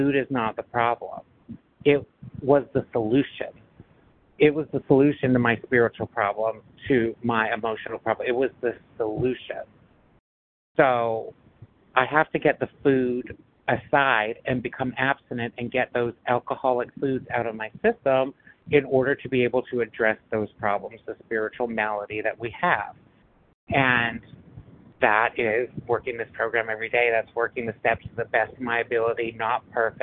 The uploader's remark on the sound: 100 Pounders Phone Meeting